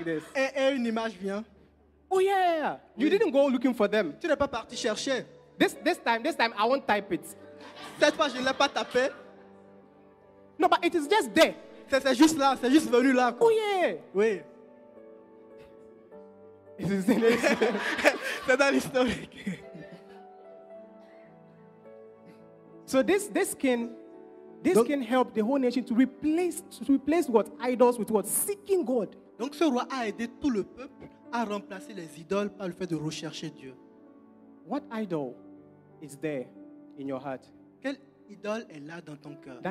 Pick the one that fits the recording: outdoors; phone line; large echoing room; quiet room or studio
large echoing room